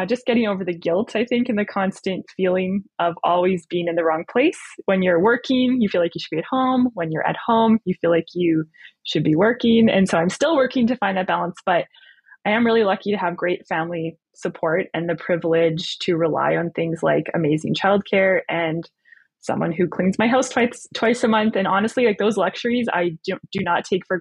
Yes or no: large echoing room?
no